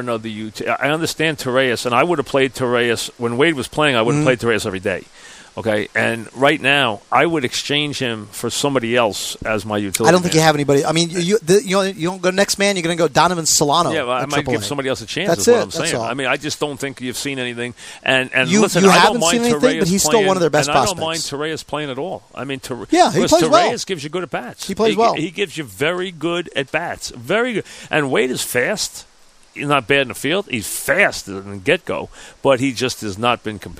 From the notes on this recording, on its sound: live from Citi Field